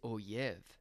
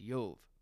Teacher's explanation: a slight metathesis, where the O sound moves from Oyev to Yov, to the first syllable after the Yod, makes the name Job.